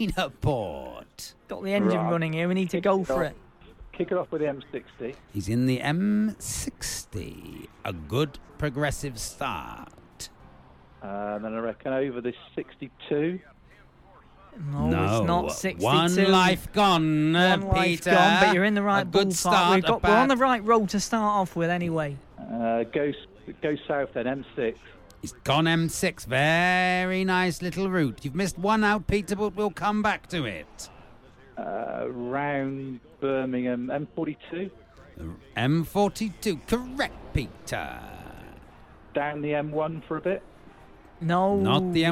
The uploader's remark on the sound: A live report from Ebbsfleet's Car Park C.